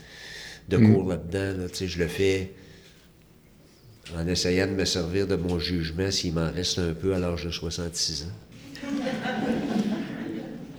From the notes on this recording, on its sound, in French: Enregistré devant public. À Québec.